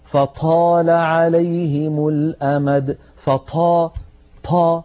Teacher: أنبه على أمر يا إخوة بالنسبة لحرف الطاء، بعض إخواننا متأثرا باللهجات العامية ينطقها مهموسة